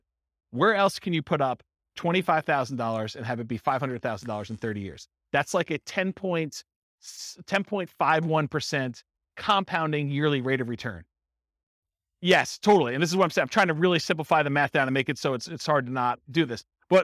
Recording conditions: live audience